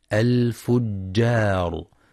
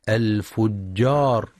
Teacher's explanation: وينتبه لترقيق الجيم والألف في كلمة الفجار · Shown in: first take · فلا يقرأ الفجار.